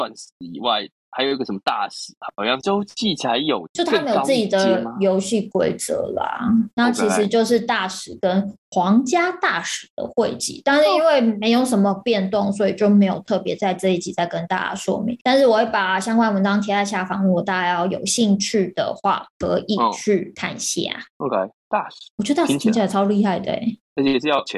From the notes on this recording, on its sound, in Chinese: 正在隔離中。因此無奈我倆只能線上錄製，音質方面無法與過往相比較，還請大家見諒！